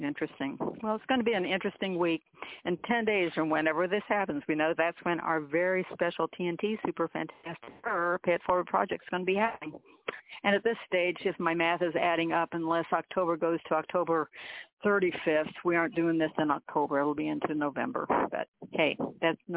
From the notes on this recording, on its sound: Conference Call